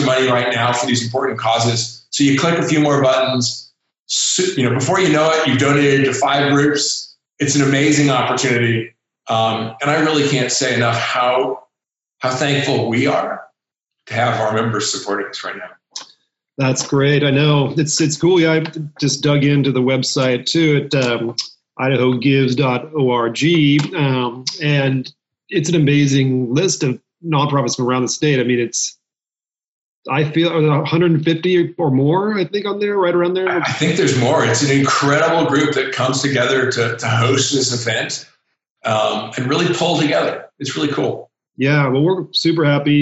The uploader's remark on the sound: Our team hopped on Zoom to check-in and see what's new.